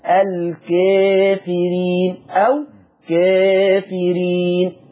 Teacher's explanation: هنقلل الالف اللي بعد الكاف، عشان كده كتبت ملحوظه المقلل هو الالف الماديه بعد حرف الكاف